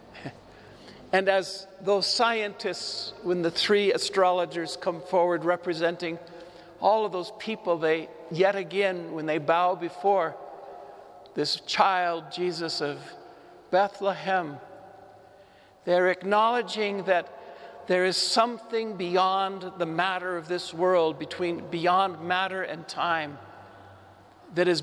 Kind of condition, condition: setting, large echoing room